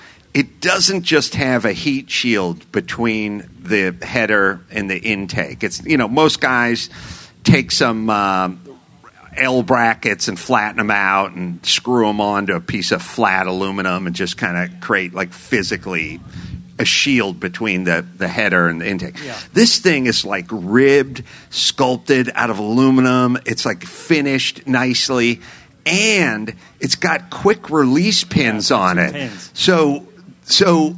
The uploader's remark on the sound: Live from ZCON in Nashville. Broadcast live from the 33rd Annual ZCON in Nashville.